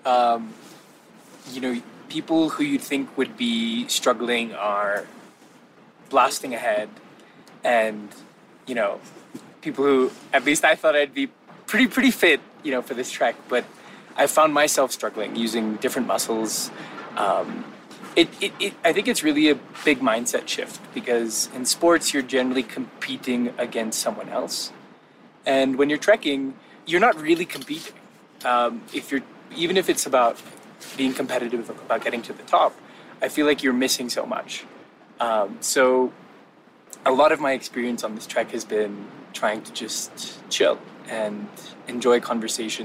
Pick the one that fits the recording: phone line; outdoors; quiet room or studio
outdoors